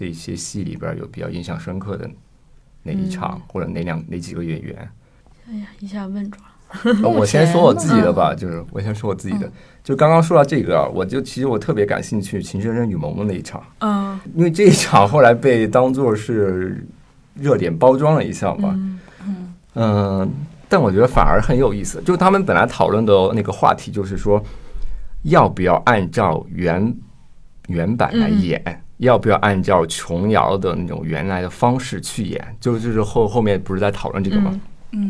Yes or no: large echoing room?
no